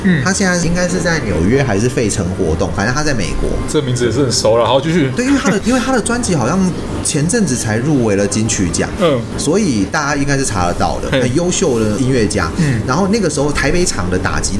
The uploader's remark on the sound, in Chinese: 本集白噪音指數：蚊風級 1/5。錄音地點： BUZZ Cafe & Beer。